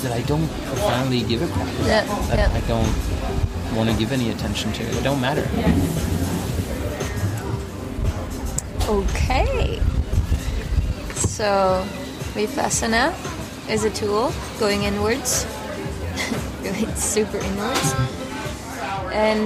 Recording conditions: wind noise